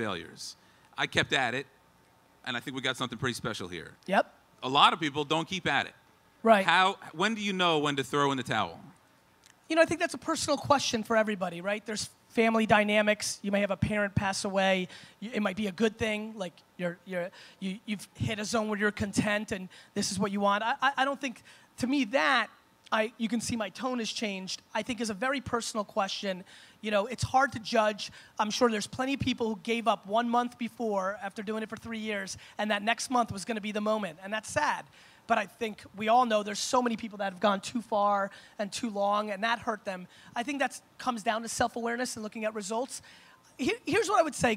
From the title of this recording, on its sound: Propeller Fest Keynote 2016